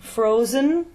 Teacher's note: So, we have the diphthonged O-U